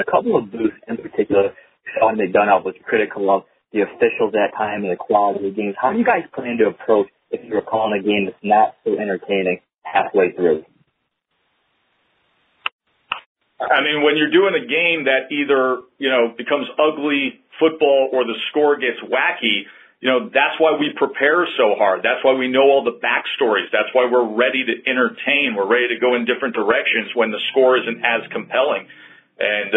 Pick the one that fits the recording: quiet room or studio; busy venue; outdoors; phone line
phone line